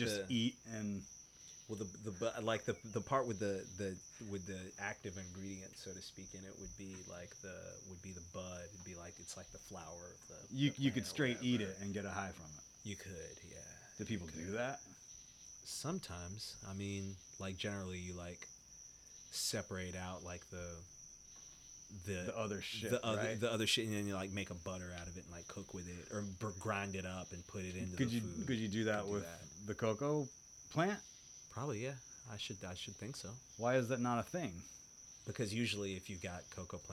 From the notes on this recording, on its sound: recorded outside in South Carolina, during the rain, alongside all the frogs and insects.